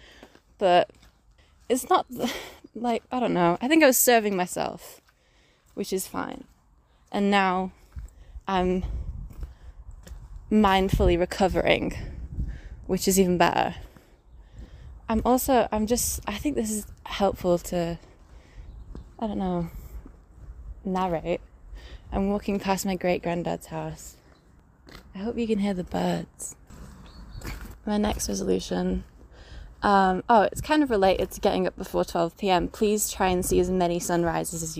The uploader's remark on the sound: all accompanied by some sounds of nature (sorry about my squelchy boots!